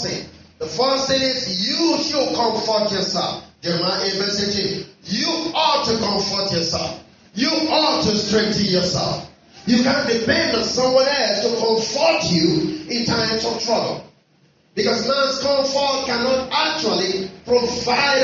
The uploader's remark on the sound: Our apologies on the audio quality